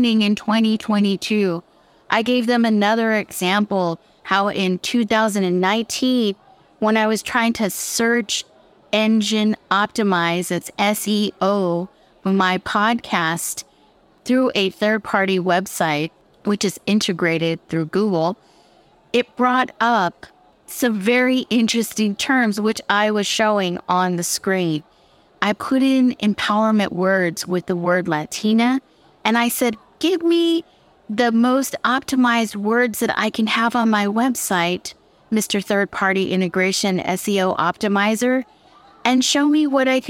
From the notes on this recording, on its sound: This show is part of a recording from the Dallas Podcast Movement Conference, August 2022.